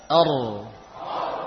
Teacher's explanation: ra sukun sebelumnya fathah yang tebal · Term: ra tebal